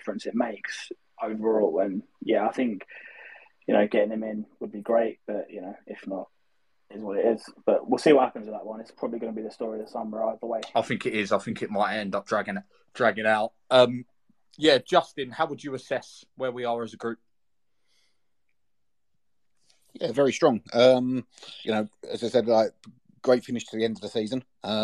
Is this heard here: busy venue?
no